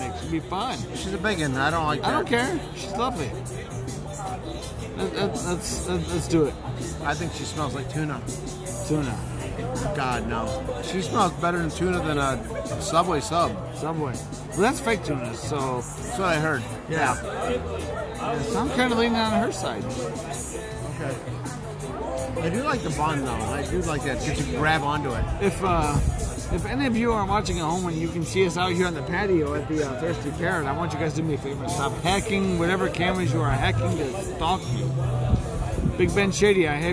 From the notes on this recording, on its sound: We're outside on the patio at The Thirsty Parrot.